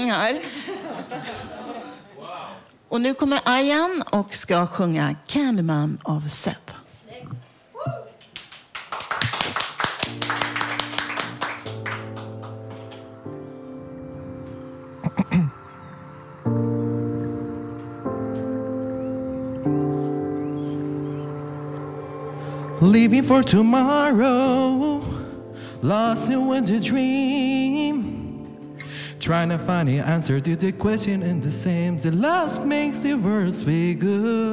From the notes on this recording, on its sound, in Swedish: Lyssna på en inspelad föreläsning. Inspelningen av en workshop vi gjorde på Fountain House tidigare i våras där alla som ville kunde vara med och lära sig producera radio.